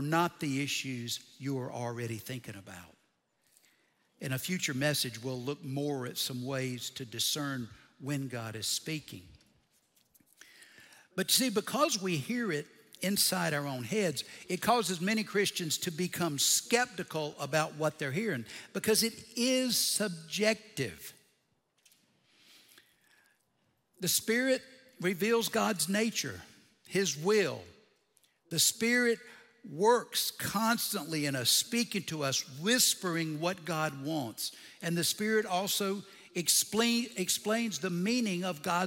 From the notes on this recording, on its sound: Recorded Live at Brookwood Church.